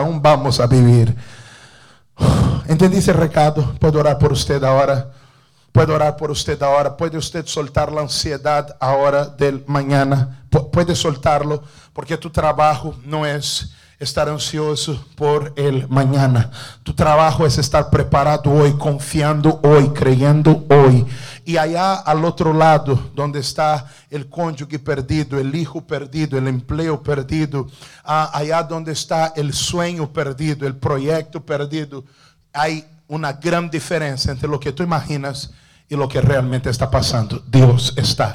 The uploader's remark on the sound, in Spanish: Culto grabado en la Iglesia Internacional de la Gracia de Dios en Miami.